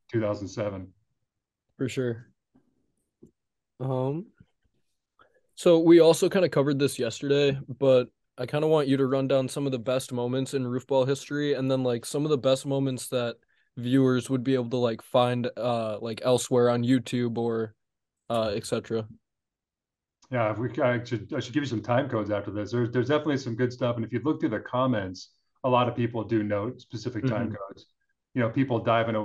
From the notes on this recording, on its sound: we host a zoom call